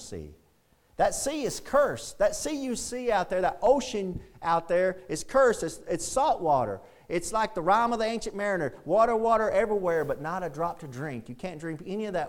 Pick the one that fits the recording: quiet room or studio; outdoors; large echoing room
large echoing room